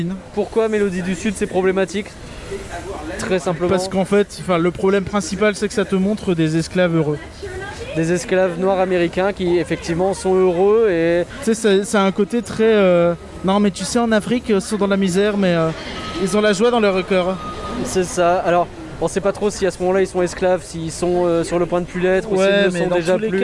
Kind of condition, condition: setting, busy venue